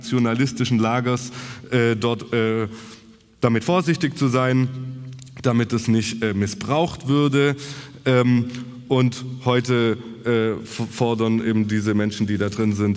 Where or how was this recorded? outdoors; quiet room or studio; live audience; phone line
live audience